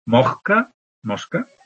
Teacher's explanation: la aspiración de la S final, por ejemplo, se hace también en el habla de Madrid, en el habla madrileña, mosca, mosca.